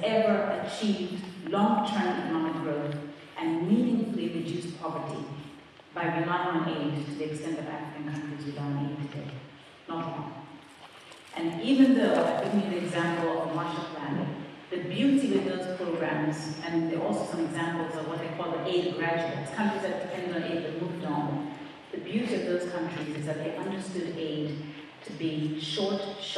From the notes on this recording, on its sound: In this lecture given at Oxford's Rhodes House.